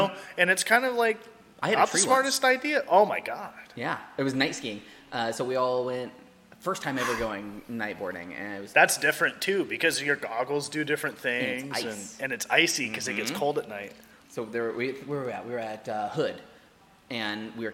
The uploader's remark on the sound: Recorded at Wildman Gastro Pub in Olympia Wa!